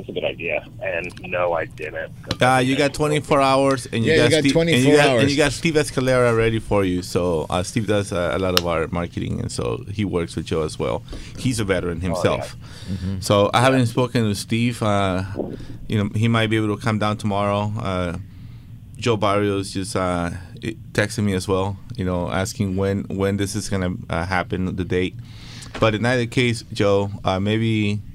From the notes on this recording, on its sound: On AM 830 KLAA. "LIVE" from Angel Stadium in Anaheim, CA.